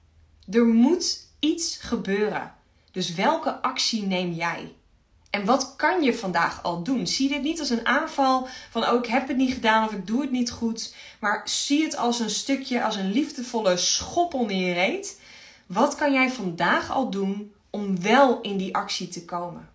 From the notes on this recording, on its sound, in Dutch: Insta live opname.